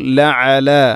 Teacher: ഐൻ തൊണ്ടയുടെ മധ്യഭാഗം, അങ്ങനെ തന്നെ വായിക്കണം